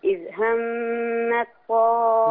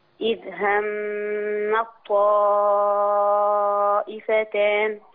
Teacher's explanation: انا مش عايز تاء خالص هنا، ادغام كامل · Shown in: second take